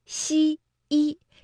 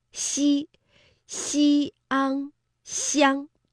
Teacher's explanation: 也就是说把声母西和介母一先拼出来 · Term: 声介合母